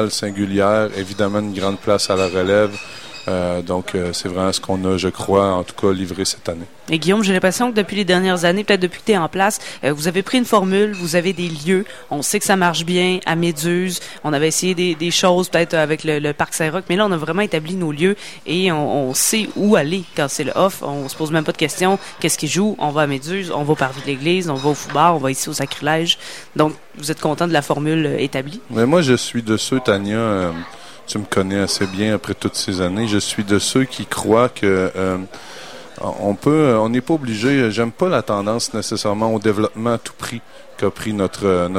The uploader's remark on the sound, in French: Sur les ondes de CKRL 89,1, en direct du Bar le Sacrilège.